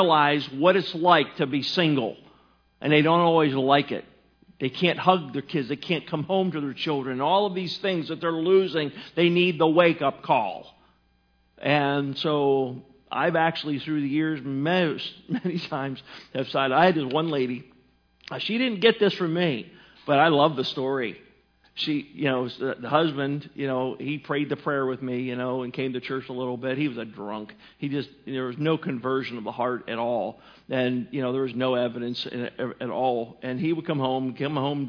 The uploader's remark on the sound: Sermon was recorded January 18, 2018 at Northside Baptist Church of Elkhart, Indiana